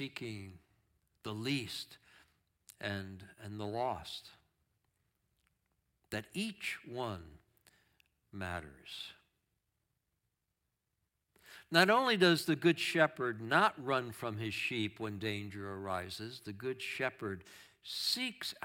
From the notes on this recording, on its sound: Streamed live on video from our campus in Westlake Village, CA.